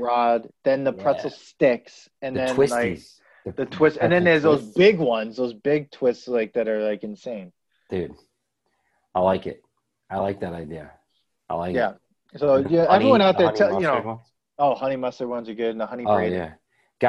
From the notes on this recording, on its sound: We recorded this on August 17th, 2020 on Zoom so there are some small sound discrepancies and tech issues